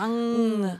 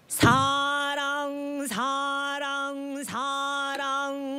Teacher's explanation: this ing last consonant has, you know, you use the soft palate and the back of the tongue. Okay. So this muscle should be strong.